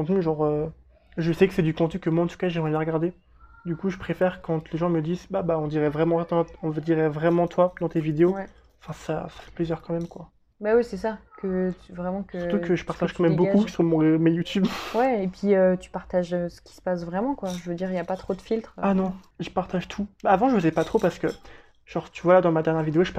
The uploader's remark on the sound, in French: Tout ça autour d'un atelier créatif, les perles ! (d'où le bruit de fond lol).